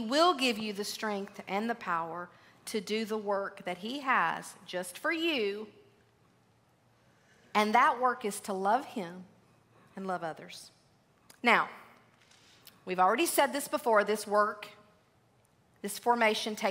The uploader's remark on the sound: LIVE! February at the Gathering 2023. Please enjoy this recording from our live at the Gathering Event.